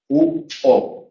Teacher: la lengua se retira hacia la parte de atrás de la cabeza, haciendo que la caja de resonancia sea mayor y el resultado es un sonido más grave. · Term: posteriores